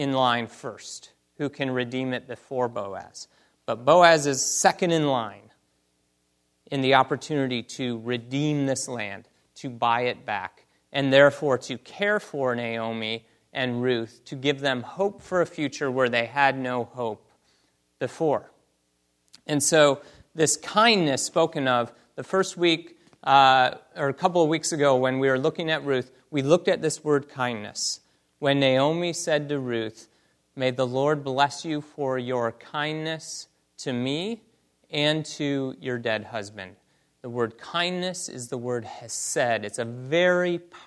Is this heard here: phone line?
no